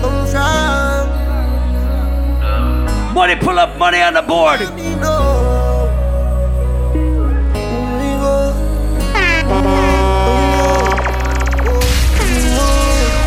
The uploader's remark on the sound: Recording of my live set at Island Saturdays on November 11th.